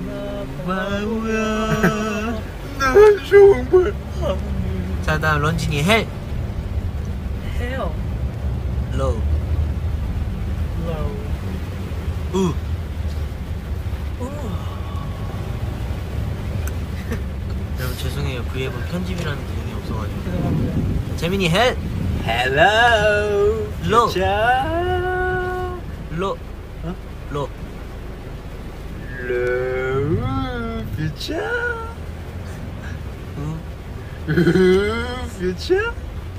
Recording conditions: background noise